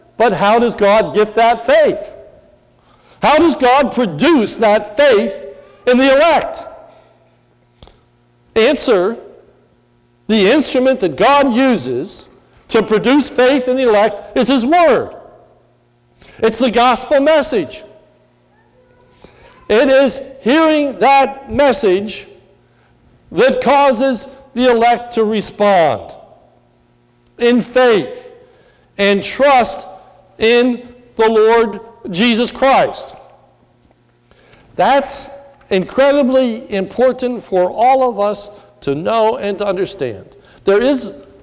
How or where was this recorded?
large echoing room